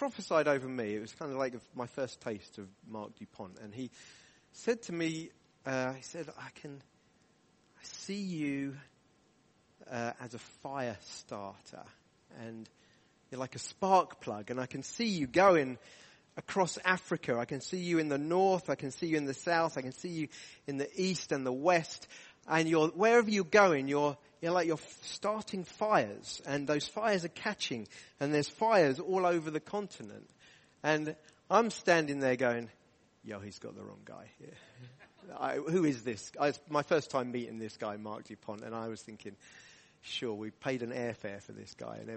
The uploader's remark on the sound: From the Deeper conference at Emmanuel Church Durham on Saturday 25th February, 2023.